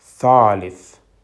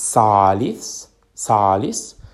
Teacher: all the th Arabic sound changed, converted into a s. So salif comes salis, salis.